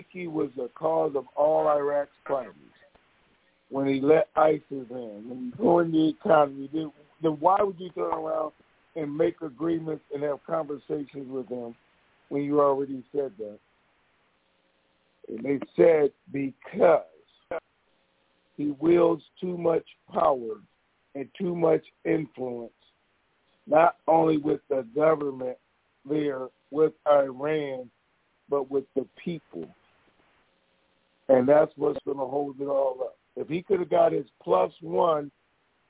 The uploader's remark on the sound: TNTSuperfantastic Conference Call